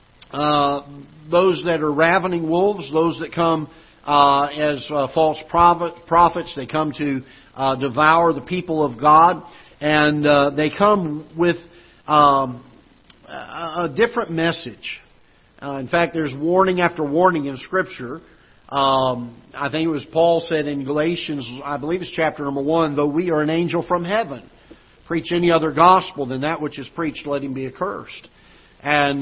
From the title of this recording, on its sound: Ketha Heights Baptist Church ~ Live Broadcast